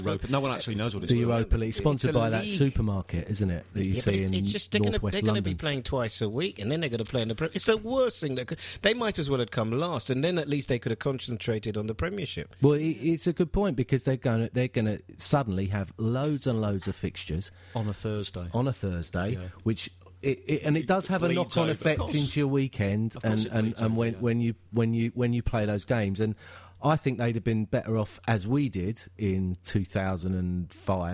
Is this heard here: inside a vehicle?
no